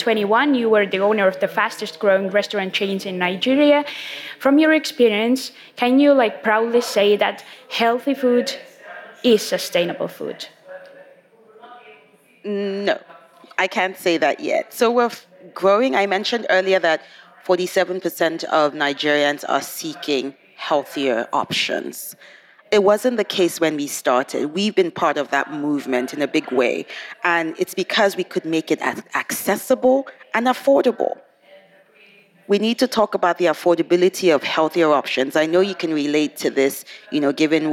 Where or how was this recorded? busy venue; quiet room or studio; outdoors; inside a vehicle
busy venue